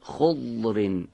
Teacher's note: زبان رو باید بیاریم در فک بالا قرار بدیم و به پهلوی دندانهای آسیا از طرف چپ یا راست بزنیم.